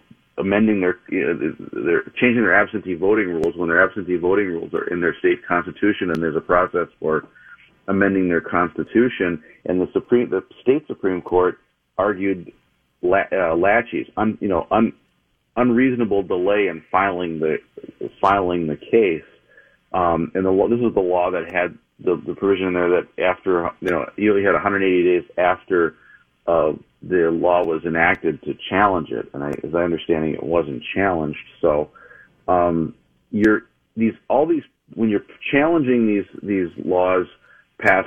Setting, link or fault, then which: link, phone line